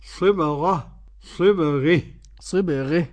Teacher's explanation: صبغة إذا وقفنا عليها للإمام الكسائي فيها الفتح والإمالة